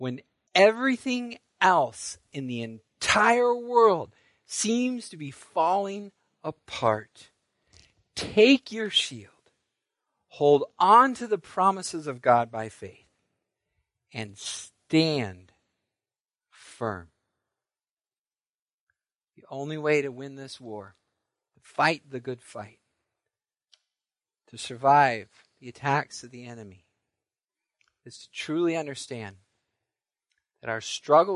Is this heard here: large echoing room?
yes